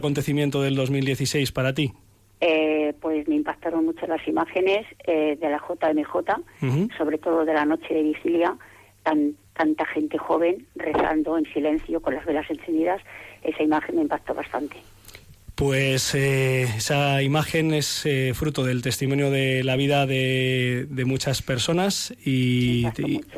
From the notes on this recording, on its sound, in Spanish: Con la participación por teléfono y twiter de nuestros oyentes.